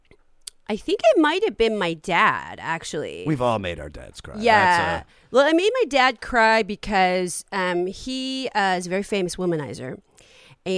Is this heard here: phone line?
no